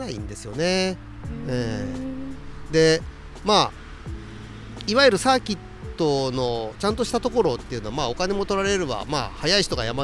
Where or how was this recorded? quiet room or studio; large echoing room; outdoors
outdoors